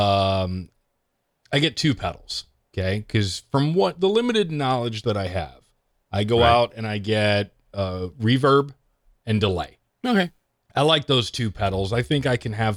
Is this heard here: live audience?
no